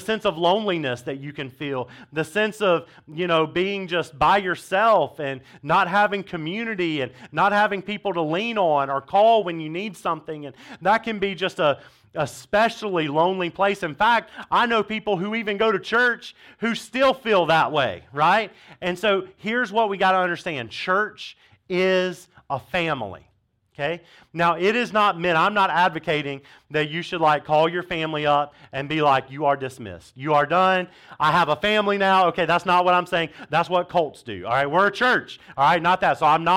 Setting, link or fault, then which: setting, large echoing room